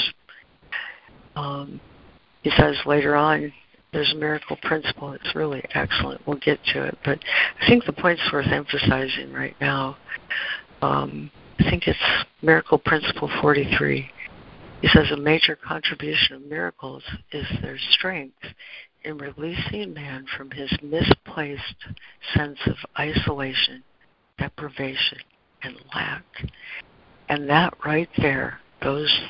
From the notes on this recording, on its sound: ACIM Daily Conference Call.